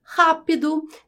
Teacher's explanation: Então, rápido, tenho a última, do, a penúltima, pi, e a, a antepenúltima é ra. A, a sílaba ra é a mais forte, por isso é uma proparoxítona.